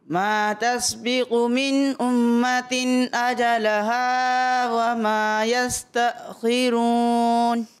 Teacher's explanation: امت میں میم مشدد کا غنہ ہے